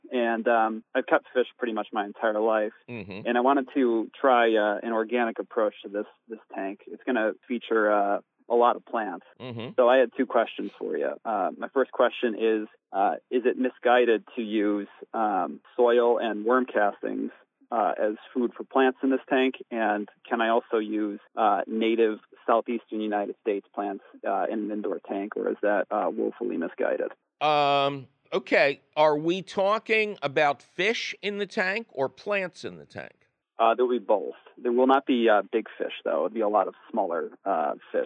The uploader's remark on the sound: Of course, he takes your fabulous phone calls.